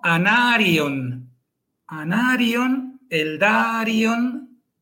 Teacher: tienen en este caso cuatro sílabas porque la I y la O están separadas · Term: hiato